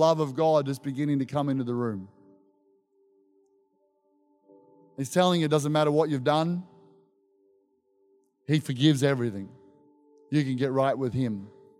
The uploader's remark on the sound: This was recorded in our 5pm service on the 18th of December, 2022